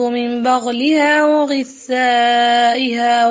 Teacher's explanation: فالغين فتخرج من أدنى الحلق